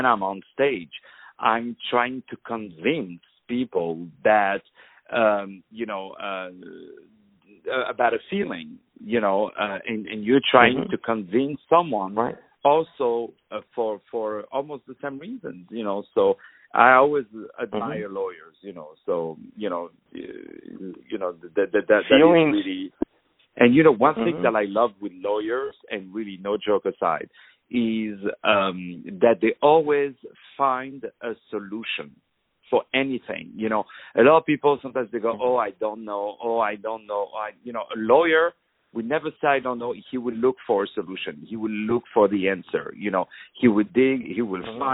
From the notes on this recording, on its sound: On the phone